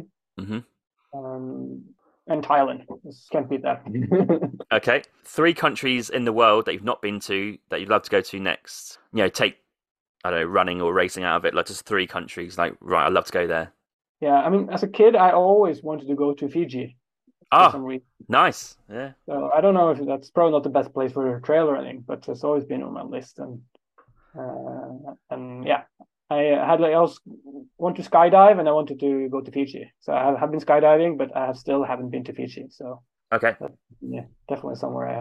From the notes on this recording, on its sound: A month later, we caught up on Zoom for this interview.